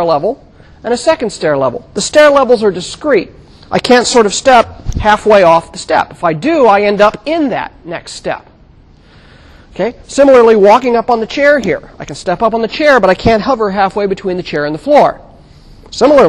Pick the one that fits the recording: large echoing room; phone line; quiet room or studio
large echoing room